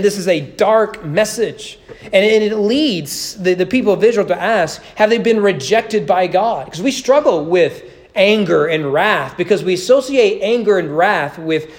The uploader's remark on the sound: Sermon preached at East Frankfort Baptist Church on December 22, 2021 as part of the annual Candlelight Christmas service.